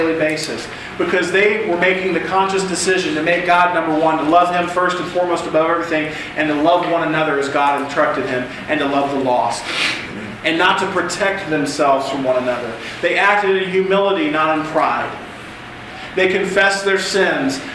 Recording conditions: live audience